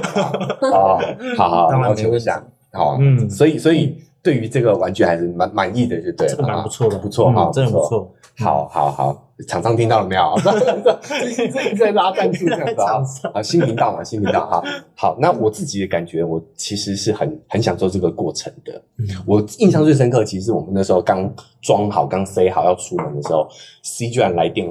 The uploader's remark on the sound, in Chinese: 音質警告，錄製環境不佳、請選擇性收聽！